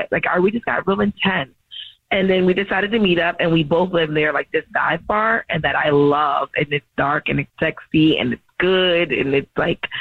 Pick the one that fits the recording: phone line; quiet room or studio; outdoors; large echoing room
phone line